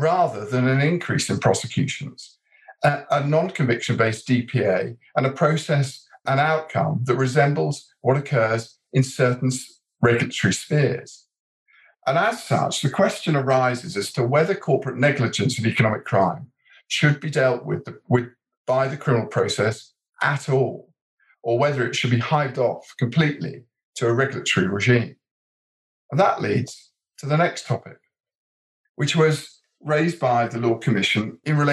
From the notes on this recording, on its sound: A recording of a virtual panel discussion hosted by Fountain Court’s commercial crim group.